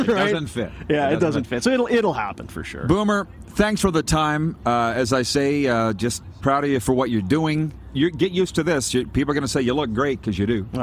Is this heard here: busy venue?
yes